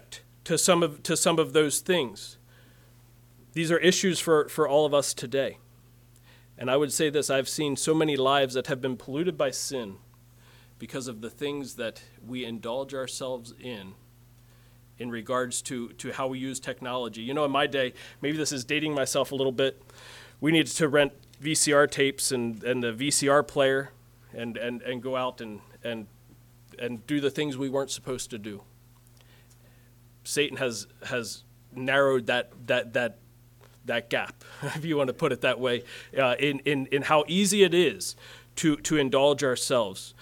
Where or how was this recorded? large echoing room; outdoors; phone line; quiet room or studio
large echoing room